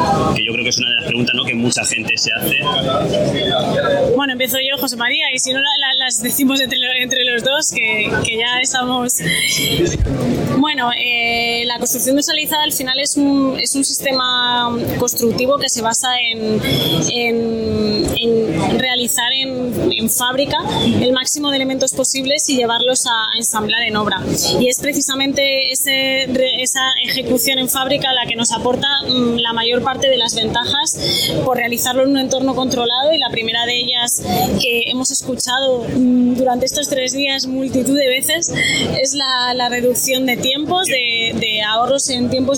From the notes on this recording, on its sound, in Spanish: Esta semana hemos viajado de la mano de SIKA a Madrid, para asistir al REBUILD 2022. Os pedimos perdón por la calidad del audio, que no ha sido todo lo bueno que quisiéramos que fuese.